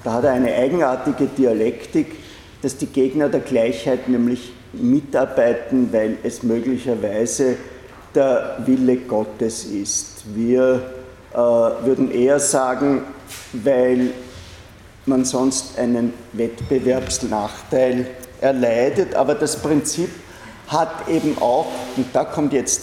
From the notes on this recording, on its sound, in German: Diese Vorlesung wurde von Studierenden aufgenommen